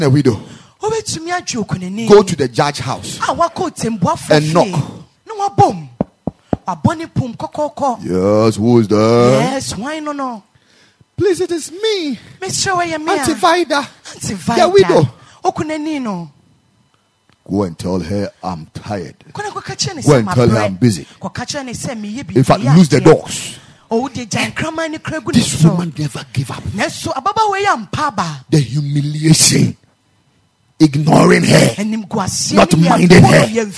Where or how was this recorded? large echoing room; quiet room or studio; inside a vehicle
large echoing room